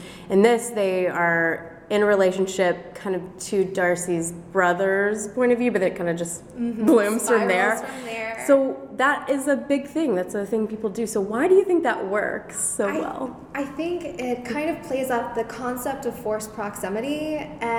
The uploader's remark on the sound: LIVE on the show floor at PLA 2020